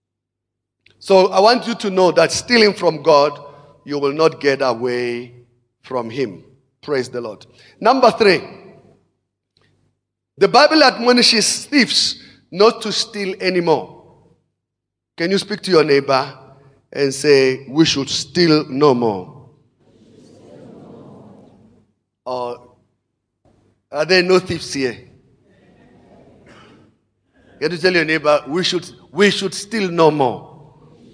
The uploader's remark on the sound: Preached at Emmanuel Christian Church, Arcadia Campus, Second service on the 15 of October 2017.